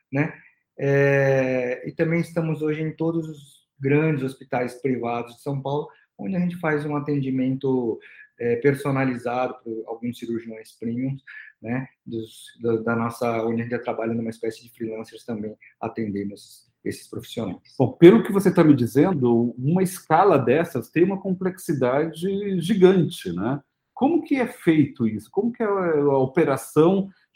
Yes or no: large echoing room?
no